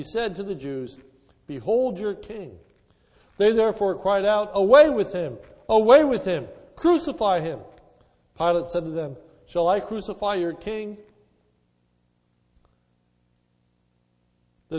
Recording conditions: large echoing room